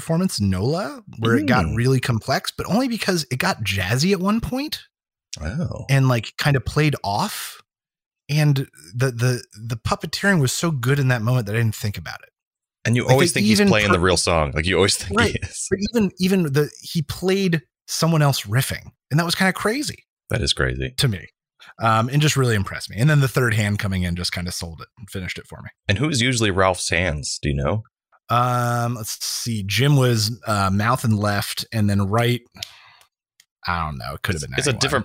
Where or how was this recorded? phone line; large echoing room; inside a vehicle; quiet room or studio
quiet room or studio